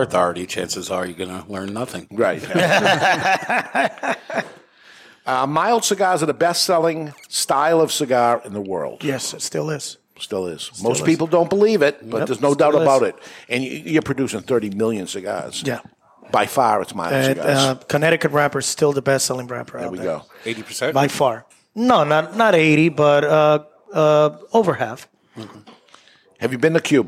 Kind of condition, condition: setting, live audience